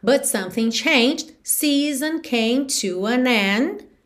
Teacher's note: O E de changed não é pronunciado. E o D é uma consoante oclusiva que vem só fechando esse som e pode aparecer mais, menos ou nada. Então, acaba que isso pode soar muito parecido com change.